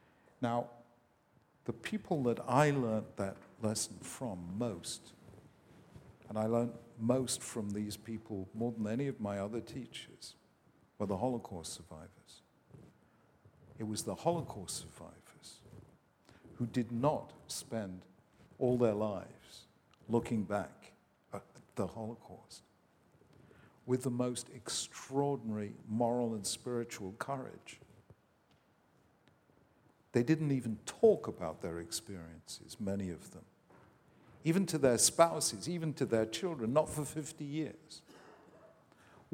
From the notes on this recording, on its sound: This event by Cardus was recorded on 15th March 2016 at The Glenn Gould Studio in Toronto, Canada.